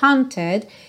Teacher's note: esse T dela quase não soa, é como se ela tivesse ligado o ED direto no N